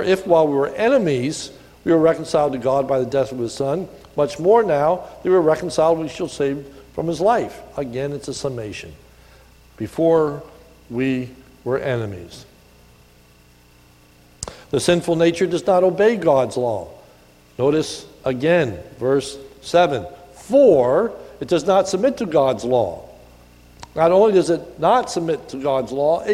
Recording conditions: large echoing room